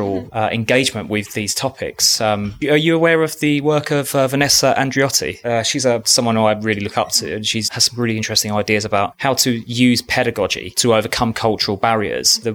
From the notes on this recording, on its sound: recording at the graduation of the first cohort of teachers to complete a nationally recognised qualification from the National Centre for Computing Education (NCCE)